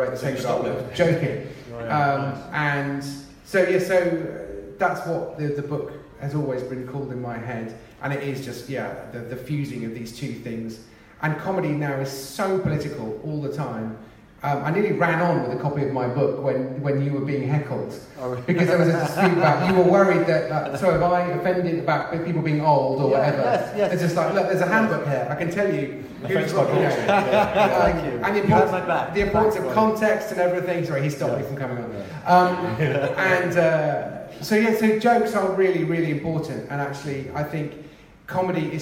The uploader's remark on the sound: Here's live show #2 for your ears - or at least the book panel second half, recorded live at The Guildhall at Guildford Fringe Festival. CWB is an occasional hybrid comedy-night-meets-book-festival.